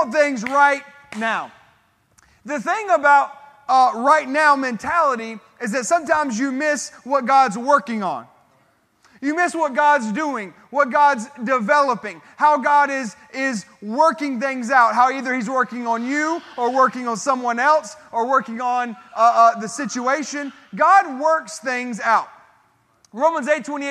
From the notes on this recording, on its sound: This sermon was recorded at Family Worship Center in Columbia, SC on Sunday, April 16, 2022.